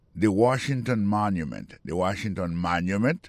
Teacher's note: Si nous mettons accent sur accent encore, après que mot Washington, l'accent tombe sur le premier syllabe